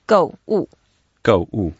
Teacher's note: There are only two words, both are fourth tone, so we go down.